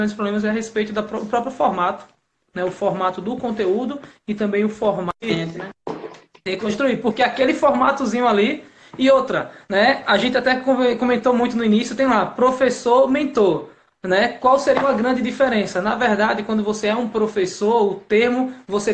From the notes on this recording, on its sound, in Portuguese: Áudio da Live realizada no dia 07 de agosto de 2019, artravés do Instagram